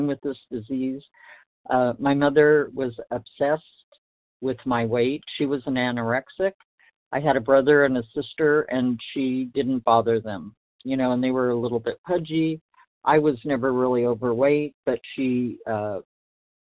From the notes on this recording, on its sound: from the 100 Pounders Phone Meeting, 9/6/23